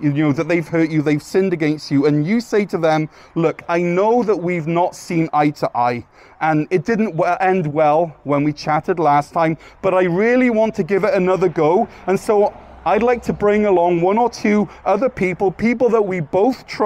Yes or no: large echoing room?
yes